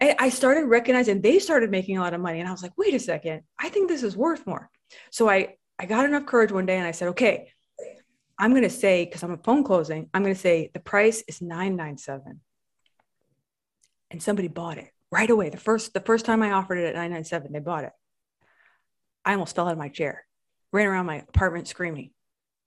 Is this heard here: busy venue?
no